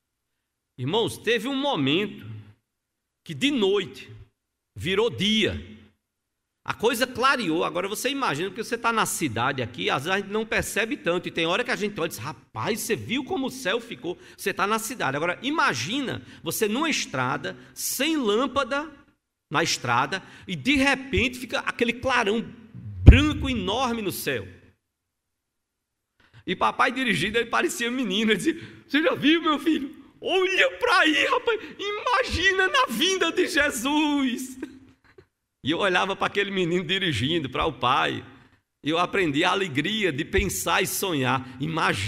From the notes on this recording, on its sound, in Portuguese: No culto transmitido on-line a partir do templo no domingo (30/05/2021) à noite (18h), sem público conforme decreto do governo do estado de PE devido à Pandemia da COVID-19.